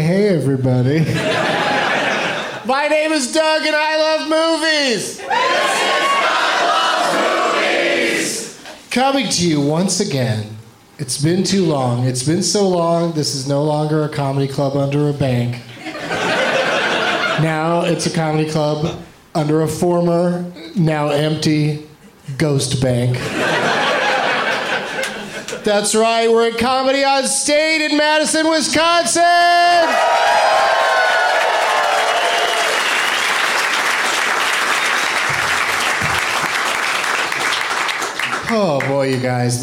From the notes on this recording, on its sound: Live from Comedy on State in Madison